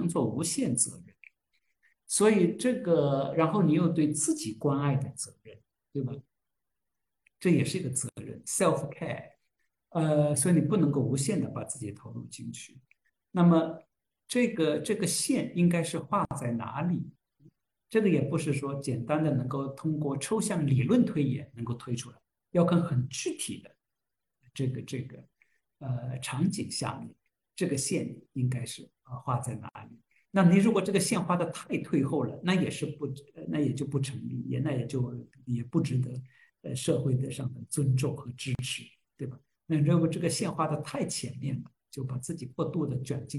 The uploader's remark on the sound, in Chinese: 线上活动的部分现场录音剪辑版